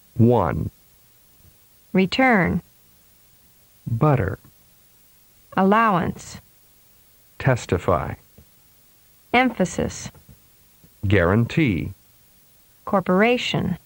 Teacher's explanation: Notice that the vowels in the weakly stressed syllables lose their color and begin to sound like schwa, or in some cases, sound as though they are omitted entirely.